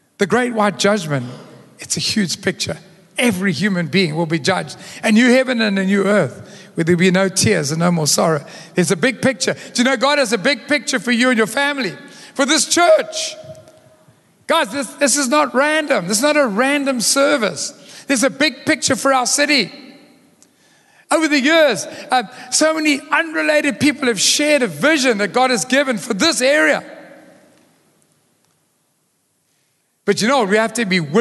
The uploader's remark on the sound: Recorded live on Sunday the 19th March 2023